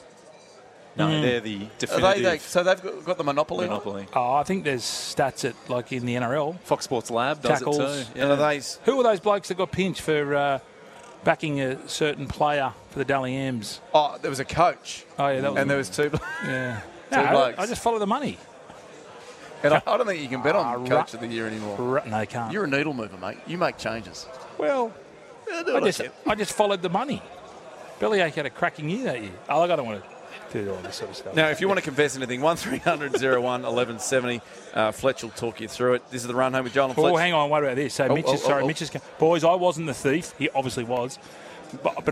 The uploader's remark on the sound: live from The Sporting Globe